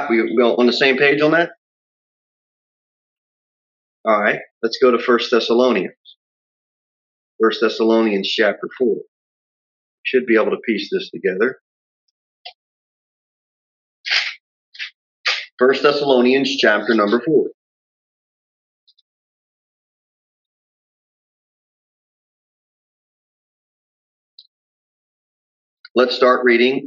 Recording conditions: large echoing room